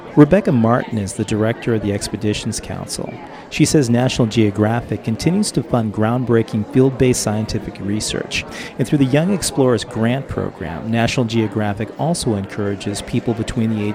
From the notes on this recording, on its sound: During the Banff Mountain Film Festival in a conference room at the Banff Centre in Alberta, Canada aspiring young explorers learn the ropes of turning their dreams of adventure into an assignment for National Geographic.